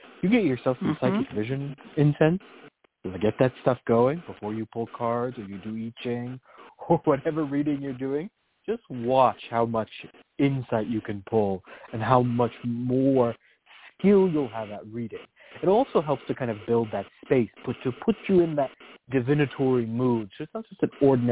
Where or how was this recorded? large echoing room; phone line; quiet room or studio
phone line